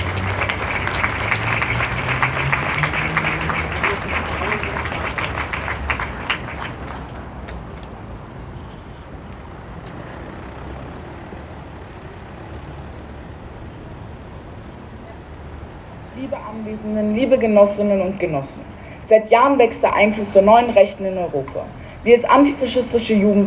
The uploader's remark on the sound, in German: O-Ton] „Nazis raus aus dem Zweiten!“-Demo am 15. 10. 2023 in Wien